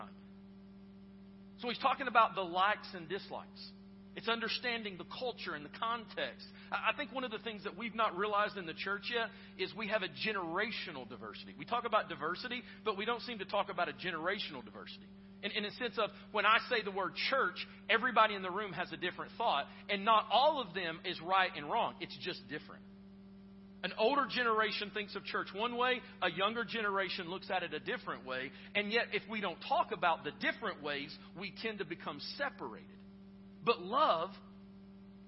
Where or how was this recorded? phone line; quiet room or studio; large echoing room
large echoing room